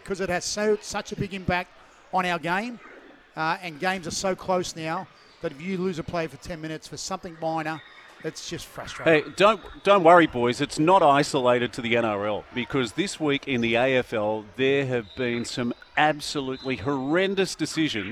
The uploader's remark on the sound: live from Terrigal Basketball Stadium